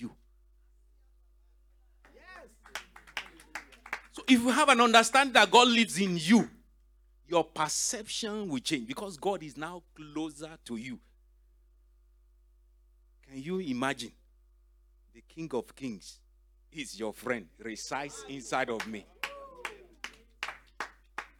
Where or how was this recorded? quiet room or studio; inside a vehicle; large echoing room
large echoing room